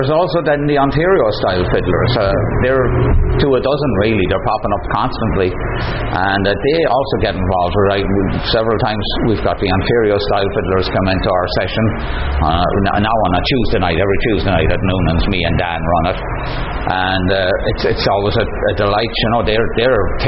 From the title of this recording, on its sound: at Goderich Celtic Roots Festival